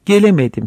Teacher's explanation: Mesela gele artı umadım. Bu şekilde yan yana gelen e ve u vokallerinin birleşmesi neticesinde büzüşerek gelemedim şekline geçmiştir · Term: Vokal birleşmesi